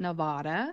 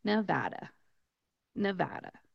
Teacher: You're going to pronounce it more with an American type A than with a Spanish or open vowel sound type A. · Shown in: second take